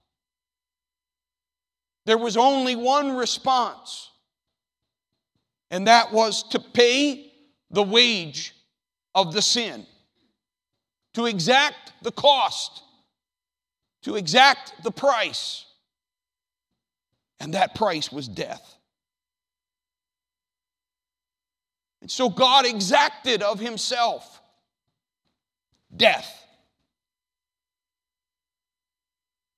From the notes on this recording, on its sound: The audio from the worship service on June 9th, 2019.